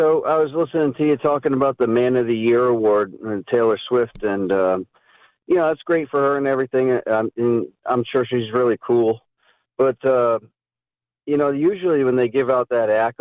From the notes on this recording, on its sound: The live phone calls that accompany them.